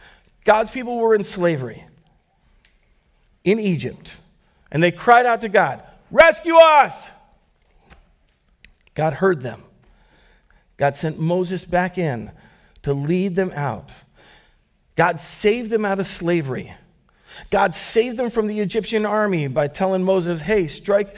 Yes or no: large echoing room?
yes